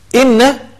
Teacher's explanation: حرف غنة مشدد بمقدار حركتين